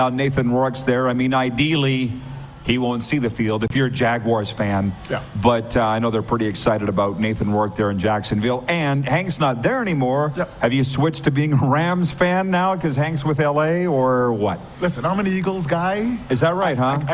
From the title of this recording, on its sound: LIVE on Location!